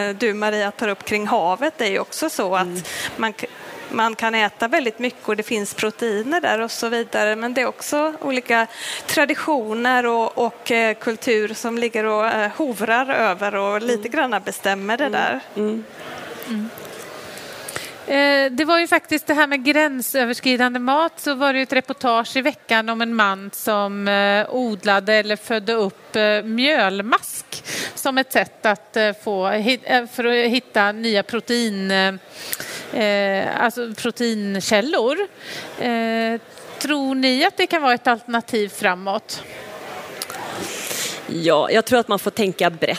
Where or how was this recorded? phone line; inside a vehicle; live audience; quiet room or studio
live audience